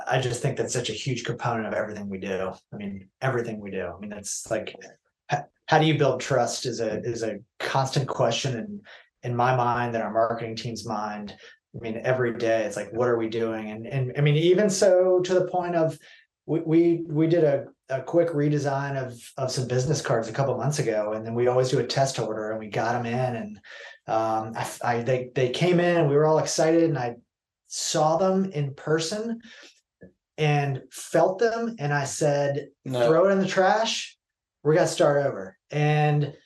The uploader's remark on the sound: We were zooming from Nest’s new office space this week!